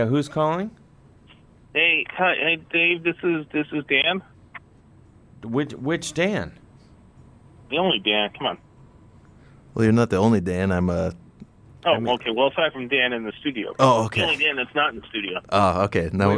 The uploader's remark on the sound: Is all alone in the studio. To studio A for good times! Talks on the phone and whatnot.